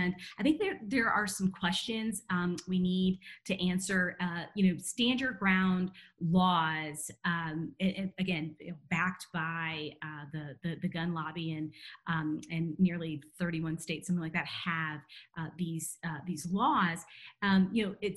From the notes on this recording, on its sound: This online panel discussion shares insights into these issues.